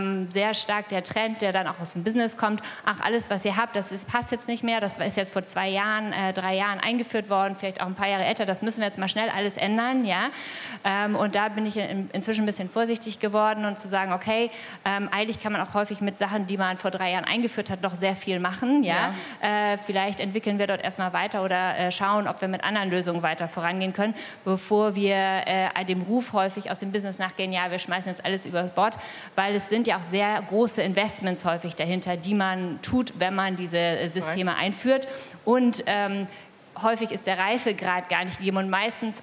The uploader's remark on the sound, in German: live auf der Deep Dive Stage der K5 Konferenz 2023